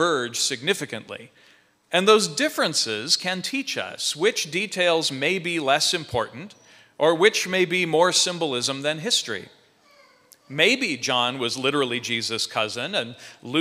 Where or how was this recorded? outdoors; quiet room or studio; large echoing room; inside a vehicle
large echoing room